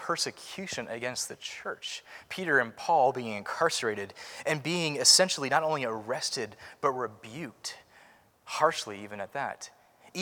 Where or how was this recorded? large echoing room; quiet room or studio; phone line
large echoing room